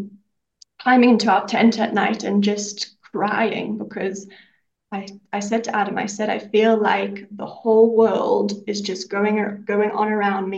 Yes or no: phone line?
no